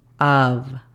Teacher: la pronunciación fonética sería A-F, pero la F es muy suave. Casi, casi entre la F y la V.